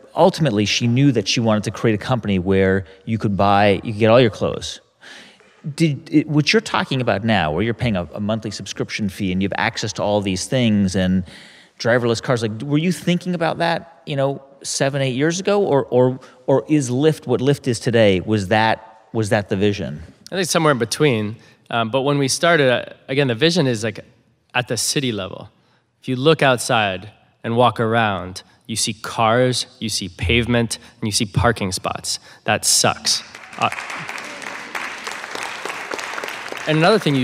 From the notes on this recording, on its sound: At The HIBT Summit. In front of a live audience in San Francisco.